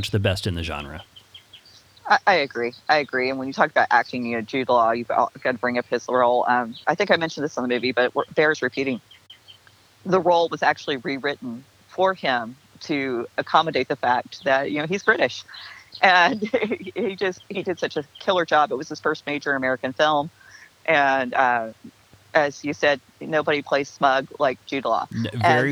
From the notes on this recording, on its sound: Had to record this last minute over the phone, so here audio quality is a little less than ideal. There are some times when you can hear some of the birds and bugs that live near her house.